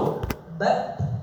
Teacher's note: Keluar nafasnya sedikit. Bukan juga berdesis.